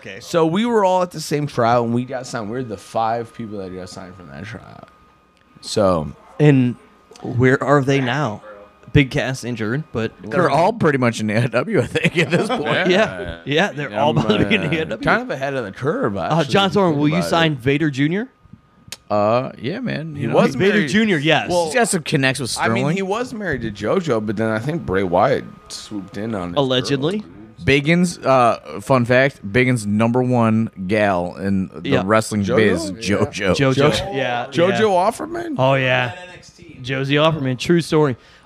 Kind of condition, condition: setting, busy venue